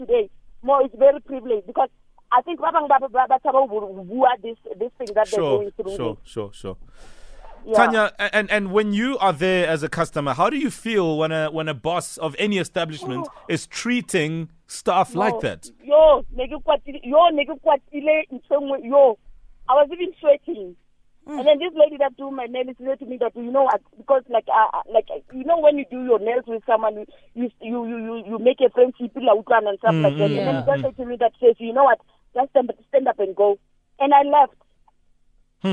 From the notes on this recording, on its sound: PHONELINE TRAFFIC. Callers sharing their views on anything.